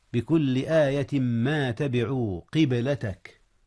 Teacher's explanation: أدغم تنوين آية في ما أو في ميم ما · Term: الإدغام